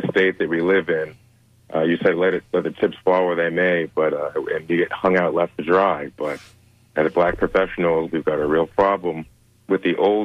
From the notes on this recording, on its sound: Tampa run-off candidate on WMNF's Sunday Forum. Unique magazine format call-in show.